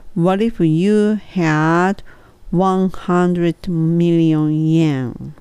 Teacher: million っていうのは唇を入れてそして L レレ million で on にせずにあよりにするんですね